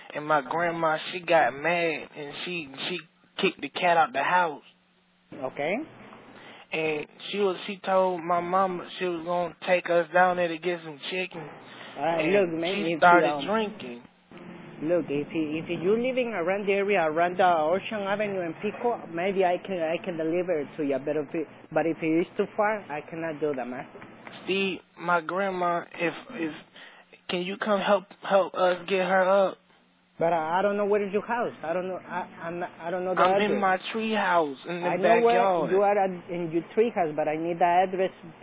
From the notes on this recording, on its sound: …'s Personal Prank Phone Calls Collection.